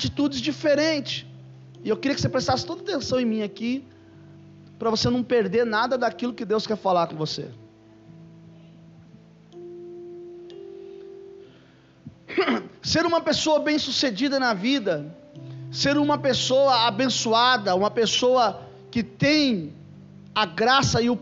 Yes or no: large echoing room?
yes